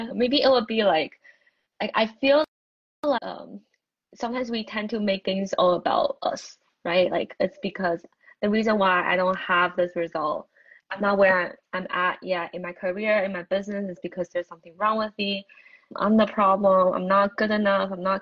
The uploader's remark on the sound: During an IG Live